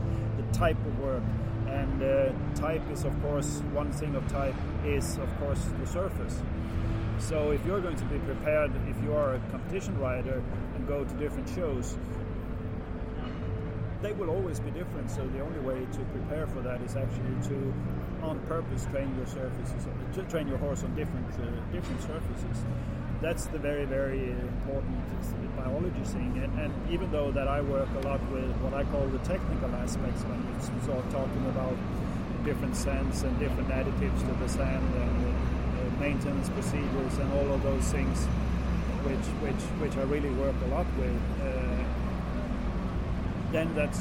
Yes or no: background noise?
yes